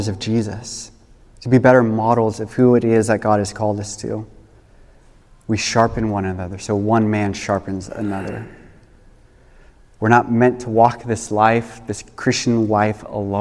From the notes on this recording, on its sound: This message was recorded on December 31, 2023, at Union Ridge School in Ridgefield, Wa.